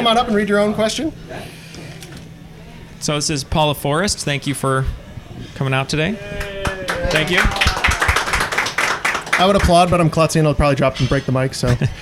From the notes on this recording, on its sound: A live 1 on 1 from Boston. Thank you to all of you who were able to attend our first live recording!